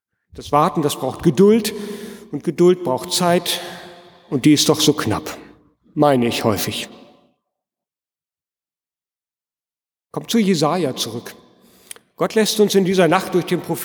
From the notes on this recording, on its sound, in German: Predigt am Altjahrsabend in der Martin-Luther-Kirche, Detmold